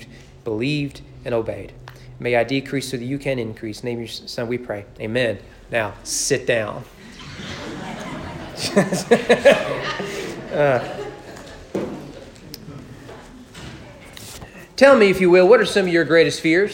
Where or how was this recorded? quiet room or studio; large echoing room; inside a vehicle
large echoing room